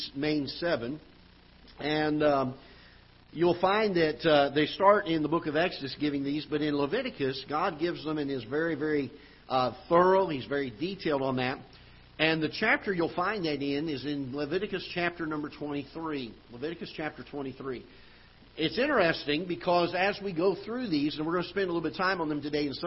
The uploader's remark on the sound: Ketha Heights Baptist Church ~ Live Broadcast